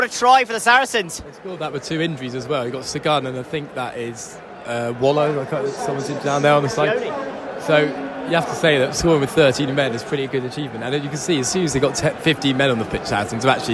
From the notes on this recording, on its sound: Saracens travel to Sandy Park. Live from Sandy Park!